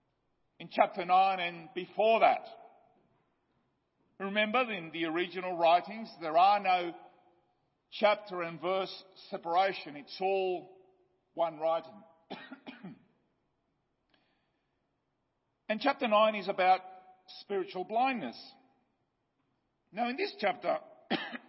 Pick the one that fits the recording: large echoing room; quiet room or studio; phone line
large echoing room